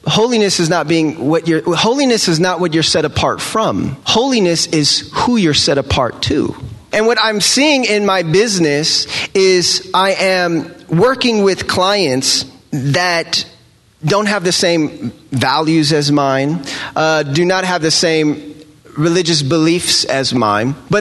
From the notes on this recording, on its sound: Live recordings at this year's RISE conference at the Mission Church in Vacaville, Ca. Live at RISE 2019.